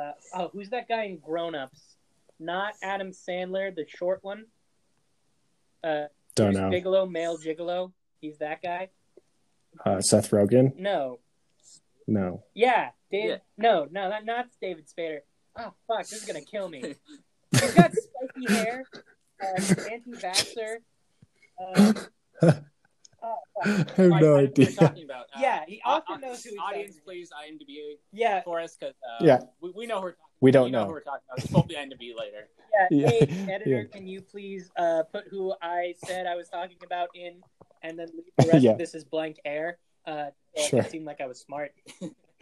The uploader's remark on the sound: Audio issues this week